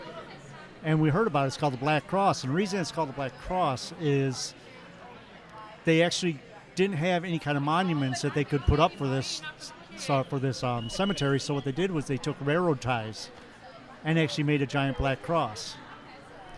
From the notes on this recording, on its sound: This episode is a special edition coming live from the ParaUnity Convention at Miami County 4H Fairgrounds in Peru, IN. We are joined by several guests from local investigation groups.